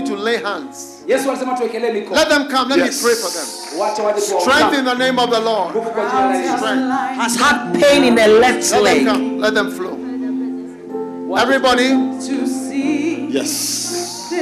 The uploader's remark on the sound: Preached at the Healing Jesus Crusade, Thika-Kenya, from the 29th November-1st December, 2022.